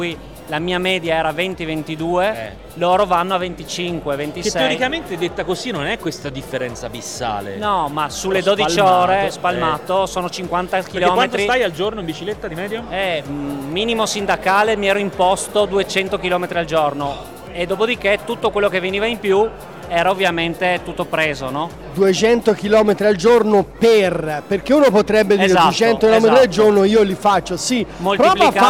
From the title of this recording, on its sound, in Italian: Quasi Live da Upcycle Trail Weekend